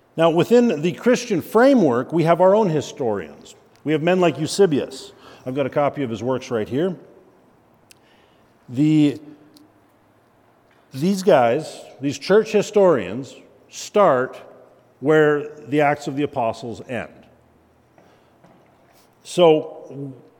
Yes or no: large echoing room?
yes